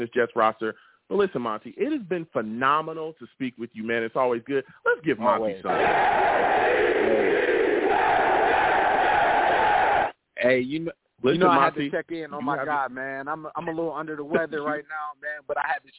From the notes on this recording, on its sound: I also take live callers!